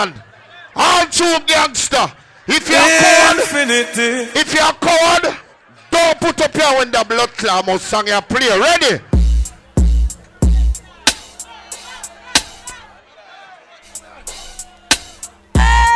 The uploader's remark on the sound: INFINITY UK LIVE BLACKANESS PARTY